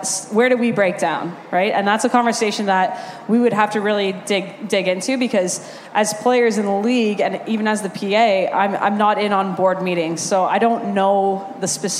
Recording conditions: busy venue